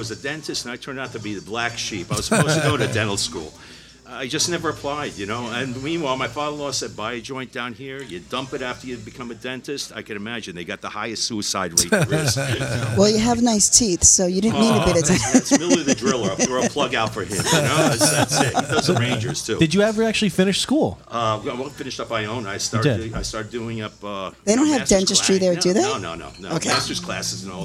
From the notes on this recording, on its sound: This episode was recorded at the iconic Pete's Saloon and Restaurant in Elmsford, New York. We sat down for drinks and dinner (and the best fried calamari in Westchester!).